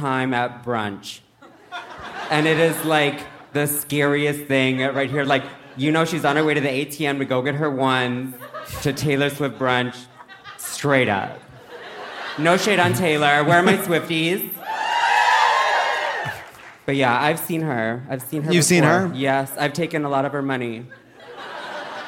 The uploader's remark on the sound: Dry Heat and Open Carry (Live from Phoenix!).